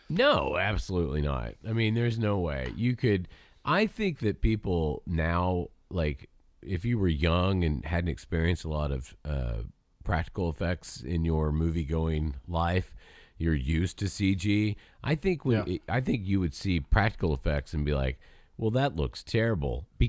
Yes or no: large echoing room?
no